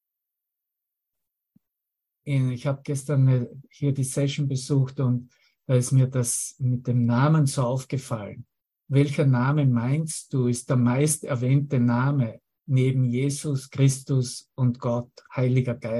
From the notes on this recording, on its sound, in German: Zoom-Session. Veranstaltet von der Aleph Akademie.